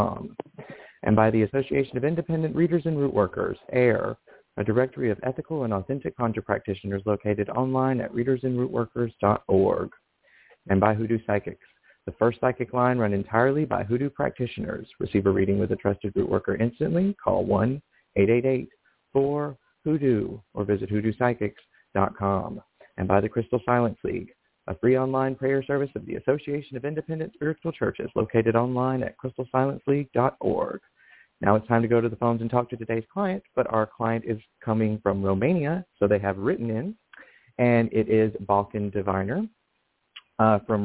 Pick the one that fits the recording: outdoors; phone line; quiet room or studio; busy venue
phone line